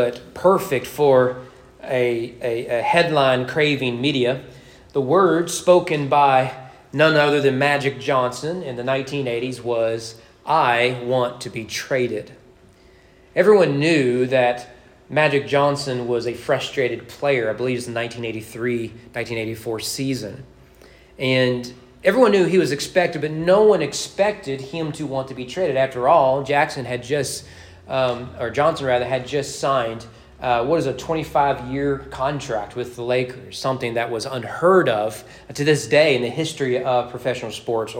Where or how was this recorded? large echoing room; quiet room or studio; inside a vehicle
large echoing room